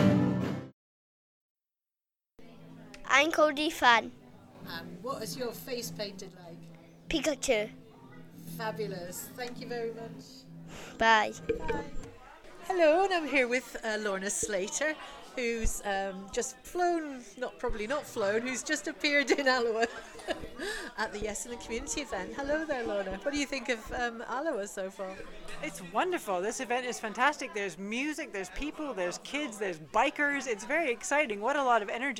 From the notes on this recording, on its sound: Special on location episode recorded at the "Yes in the Community" event. With a selection of interviews from the event.